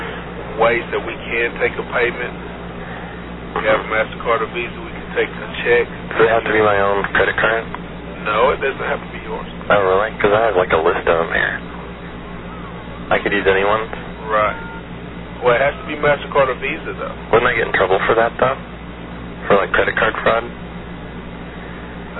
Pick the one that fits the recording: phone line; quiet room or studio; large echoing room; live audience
phone line